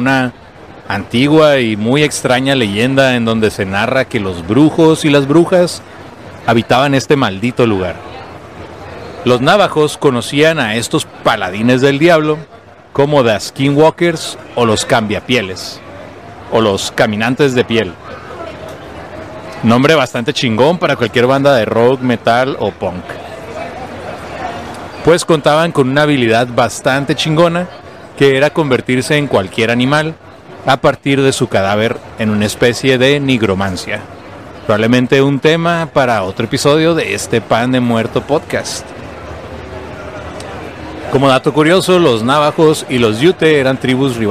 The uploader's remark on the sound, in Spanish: en vivo desde Cervecería Averno